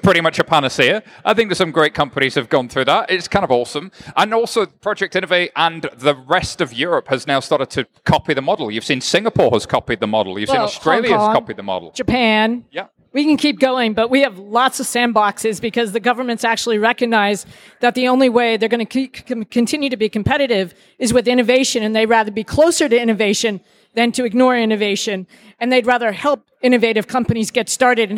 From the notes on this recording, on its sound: Today's insights show comes to you live from Money20/20 in Las Vegas at the Leadership Loft.